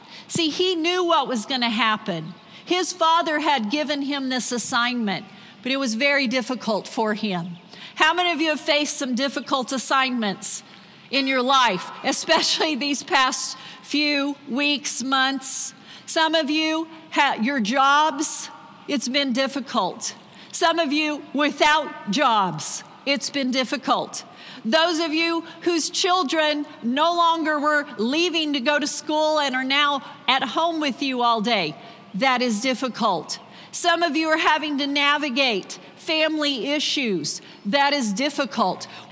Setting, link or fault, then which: setting, live audience